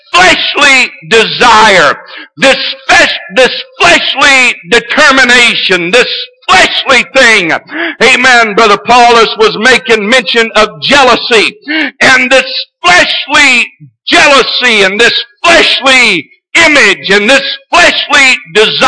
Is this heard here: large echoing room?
yes